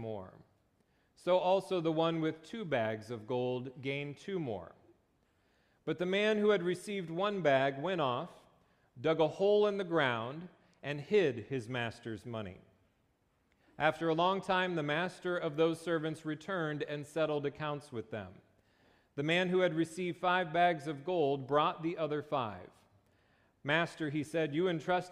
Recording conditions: large echoing room